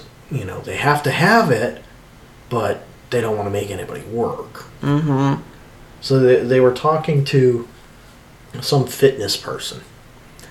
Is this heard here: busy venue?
no